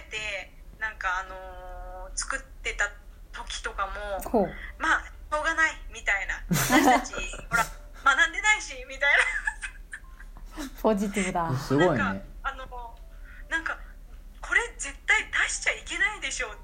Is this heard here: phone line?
yes